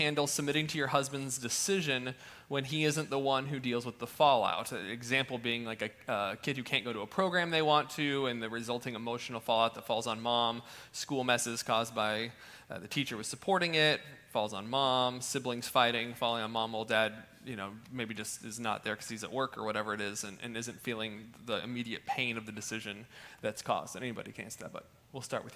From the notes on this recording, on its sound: This is the Christian marriage conference Q & A (questions and answers) from the 2nd annual Northwest Marriage Conference.